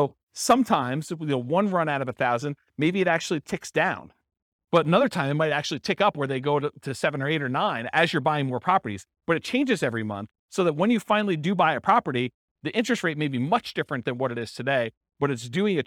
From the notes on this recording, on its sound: This was a live class recorded